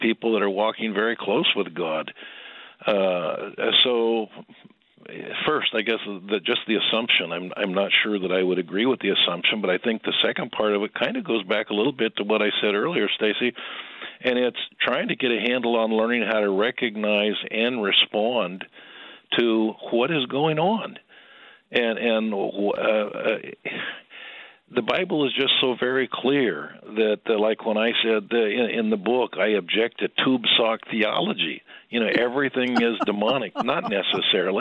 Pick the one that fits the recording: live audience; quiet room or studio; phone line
phone line